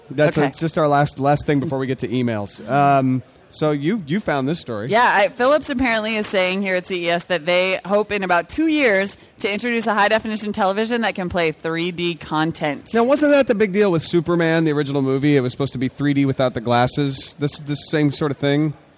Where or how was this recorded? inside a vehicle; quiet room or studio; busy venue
busy venue